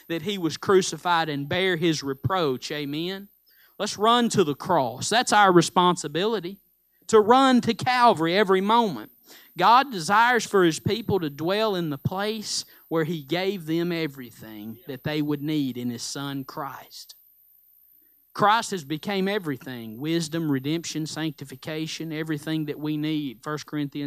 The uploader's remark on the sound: Live Sunday Morning Service